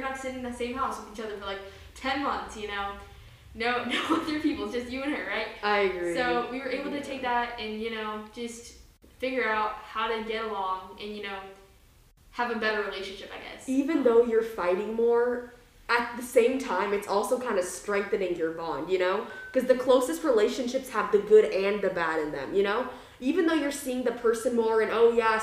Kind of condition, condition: fault, echo